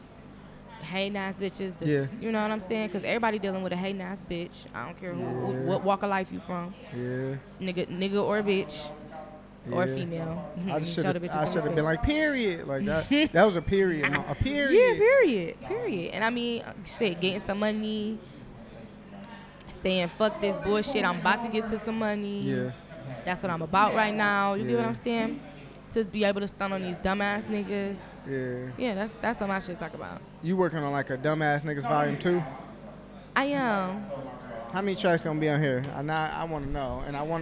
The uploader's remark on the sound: We did a live taping. Comedy special "No Funny Business".